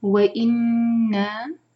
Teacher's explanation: وَإِنَّا نون مشدد، نون کو ہولڈ کریں گے، غنہ کریں گے اور پھر نون کو دو حرکہ لمبا کریں گے. نون کے ساتھ الف ہے، مد طبعی.